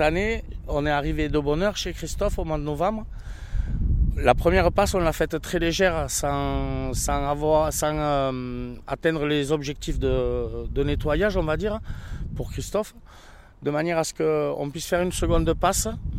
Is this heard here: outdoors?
yes